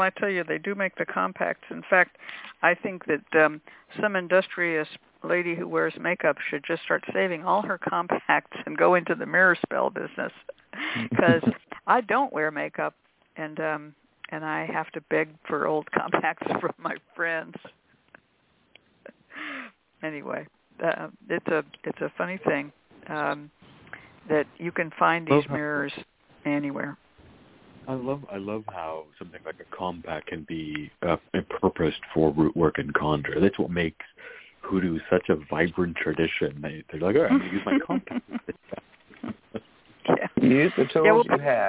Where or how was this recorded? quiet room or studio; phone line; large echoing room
phone line